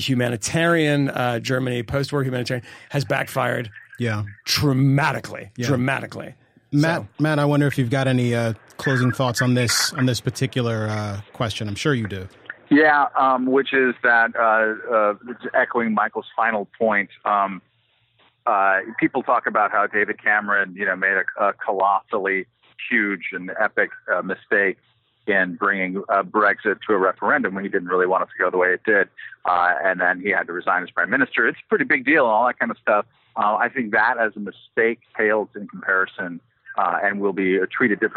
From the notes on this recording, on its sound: Phones in from the convention floor in Philadelphia.